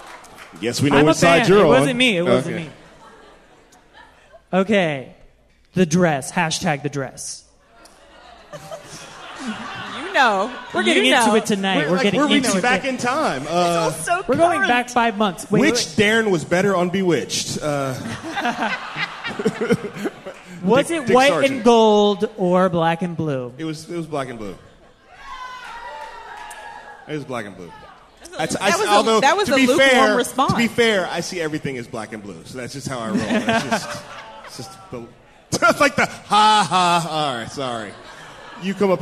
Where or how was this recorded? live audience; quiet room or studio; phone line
live audience